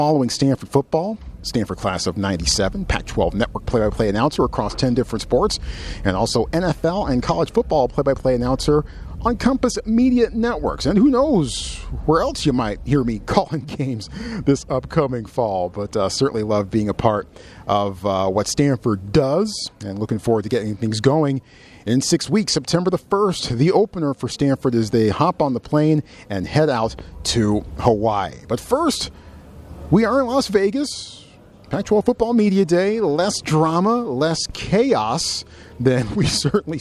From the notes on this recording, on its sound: Live from Pac-12 Football Media Day in Las Vegas.